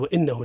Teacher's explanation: النون مشدة، مشدة، حكم إظهار الغنة فيها من قول ابن الجزري وأظهر الغنة من نون ومن ميم إذا ما شدد.